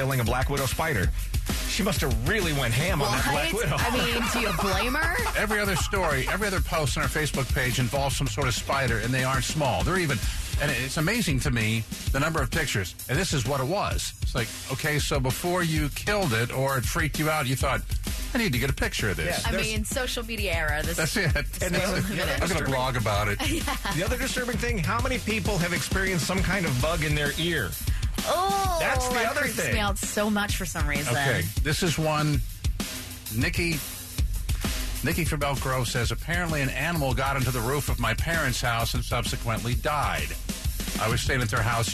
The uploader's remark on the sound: a former Starbucks manager called